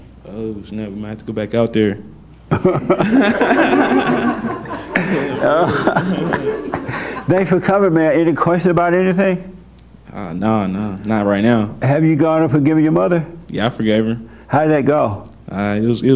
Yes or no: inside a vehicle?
no